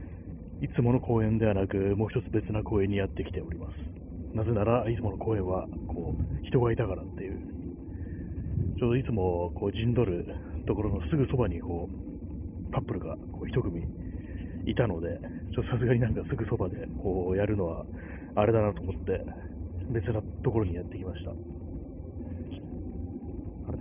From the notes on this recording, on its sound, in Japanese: 歩きながら。